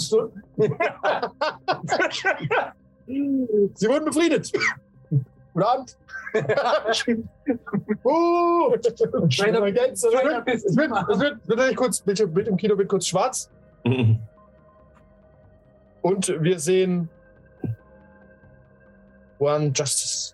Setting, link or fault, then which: fault, poor sound quality